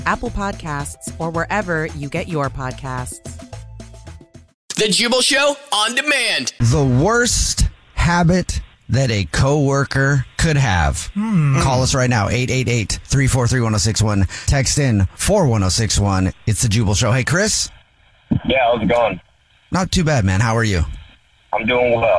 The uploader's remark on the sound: A man on the phone